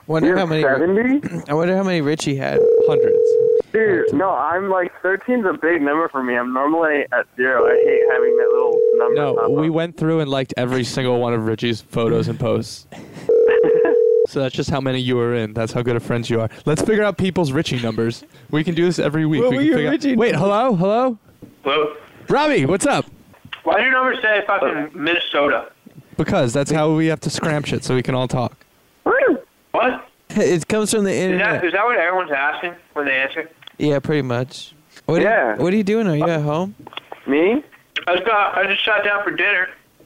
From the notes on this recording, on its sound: The boys get 5 people on the phone at once for the ultimate conference call.